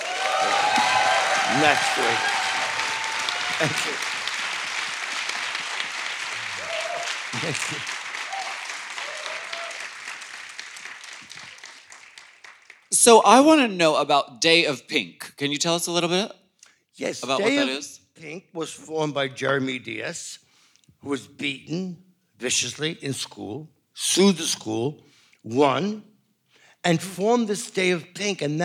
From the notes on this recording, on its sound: Race Chaser Live at Queens Theatre. This episode is audio highlights from this event.